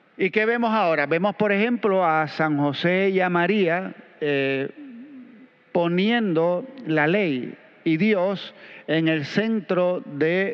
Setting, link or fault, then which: setting, large echoing room